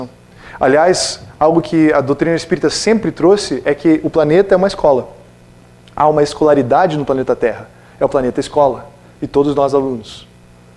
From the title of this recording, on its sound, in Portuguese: Palestra ao Público